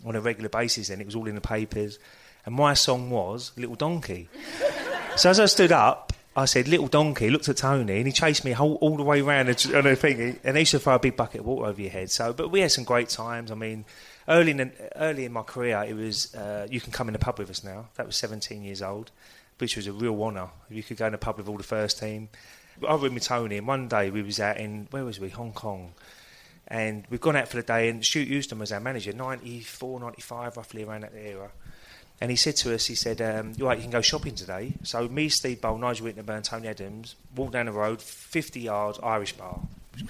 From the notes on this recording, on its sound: LIVE! Q&A. We took the show to another level with a live pubcast recently.